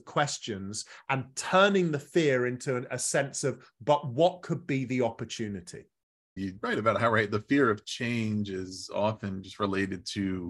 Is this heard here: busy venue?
no